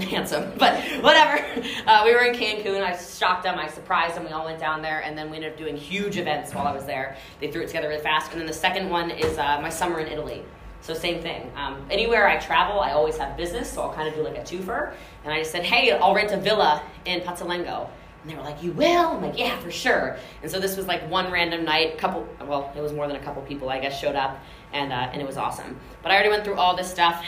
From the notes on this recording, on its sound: This episode is recording from a keynote speech I gave in Newport Beach California about culture and scaling your business.